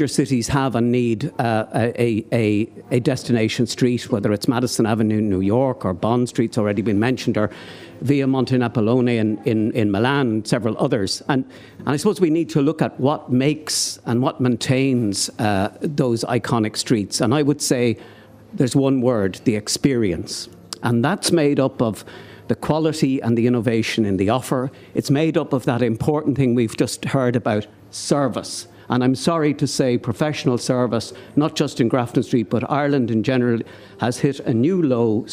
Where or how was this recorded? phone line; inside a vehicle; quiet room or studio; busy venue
busy venue